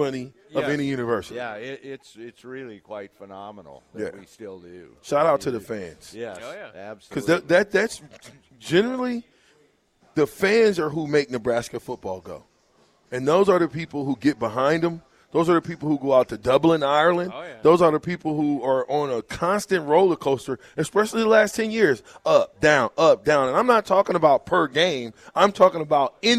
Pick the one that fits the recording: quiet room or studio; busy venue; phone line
busy venue